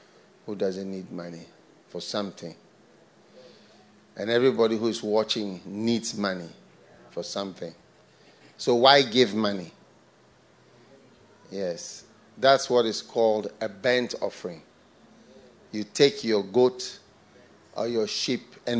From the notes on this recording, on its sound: Preached at the FLOW Church, Accra.